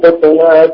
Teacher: لما جاء على خطوات سكن الطاء قلقلة، لأن هذه قراءة أو رواية ورش